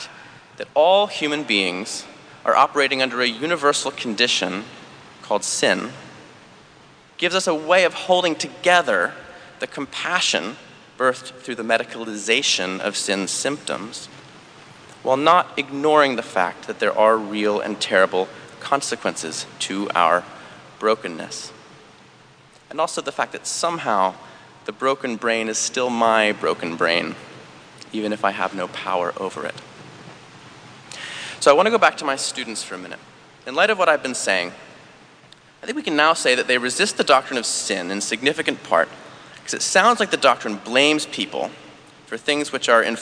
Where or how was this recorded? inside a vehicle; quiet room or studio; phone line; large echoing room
large echoing room